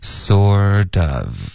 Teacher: 特的音浊化，然后连读 I sortof